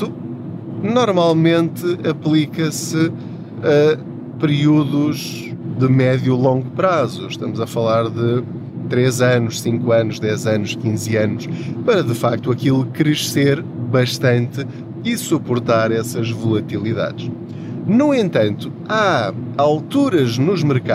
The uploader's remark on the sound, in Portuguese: Não ligue aos barulhos da viagem.